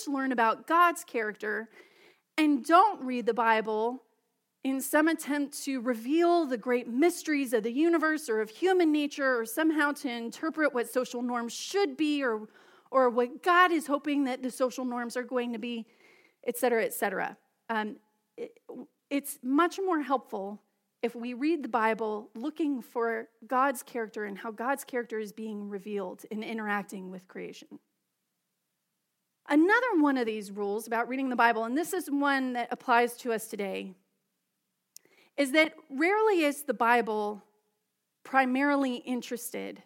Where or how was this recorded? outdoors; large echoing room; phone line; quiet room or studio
large echoing room